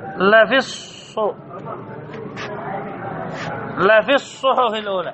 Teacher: هي لام بعدها صاد، أبدلت صاد ساكنة وأضغمت في الصاد بعدها. · Term: لام شمسية